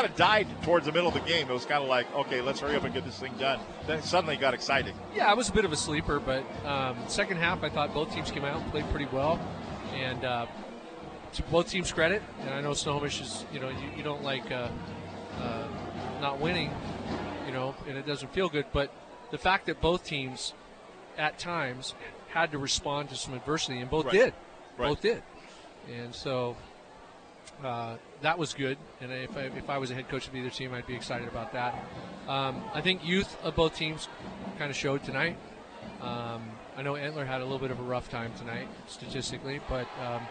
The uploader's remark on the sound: live from Veterans Memorial Stadium in Snohomish